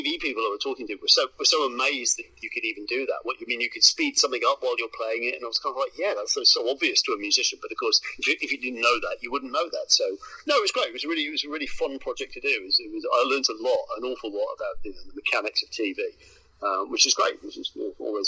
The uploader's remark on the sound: Via phone call.